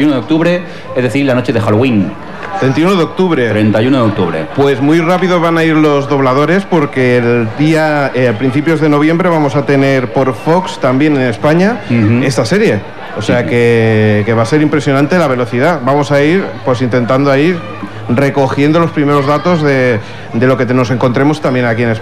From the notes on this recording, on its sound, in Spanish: En este caso se trata del podcast que realizamos de cara al público. Disculpar los problemas que pueda haber con el audio, pero es lo que tiene grabar en medio de la calle. También os adjuntamos un pequeño vídeo aprovechando que teníamos un streaming de 4 cámaras en el stand.